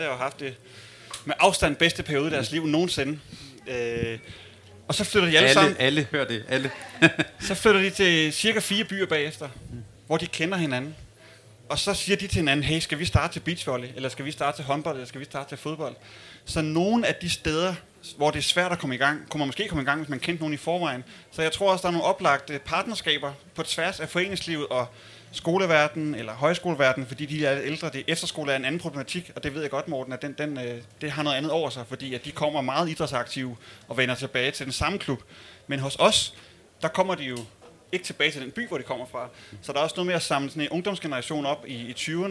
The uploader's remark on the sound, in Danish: Optaget live lørdag den 17. Juni 2023 hos Dansk Håndbold på Folkemødet.